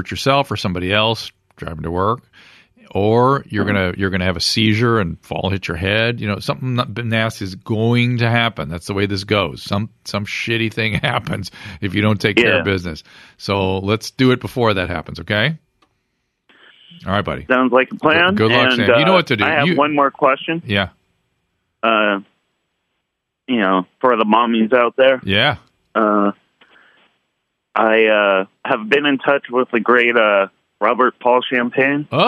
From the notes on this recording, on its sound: Listener Calls. Listener phone calls.